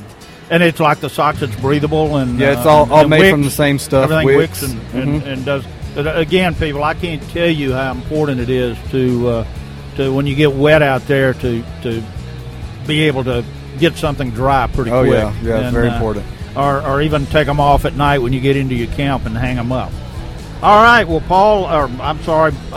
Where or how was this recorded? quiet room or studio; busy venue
busy venue